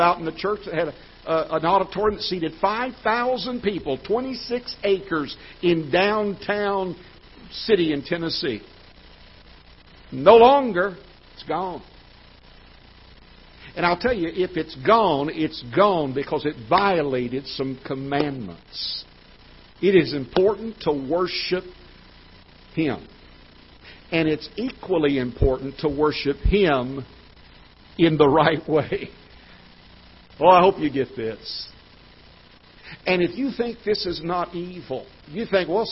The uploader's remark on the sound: Ketha Heights Baptist Church ~ Live Broadcast